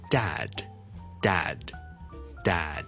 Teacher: of the worddad。咁啊，有网友问呢个老豆 dad 或者 daddy 个 dad 咧，咁啊点样读咧？点样可以读得好少少咧？如果讲英式英文咧，我哋系嗰個 vowel 嗰個響音啊，嗰個元音啊，係好大口嘅，a。OK， so da 呢個 that's numberone，第一個重要嘅東西。第二個要留意嘅東西咧，就係咧佢嘅尾音係一個 d 音嚟嘅，好多時候咧我哋係需要讀埋出嚟嘅